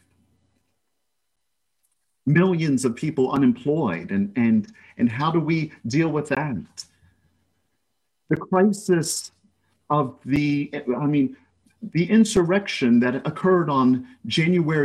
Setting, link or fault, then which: setting, large echoing room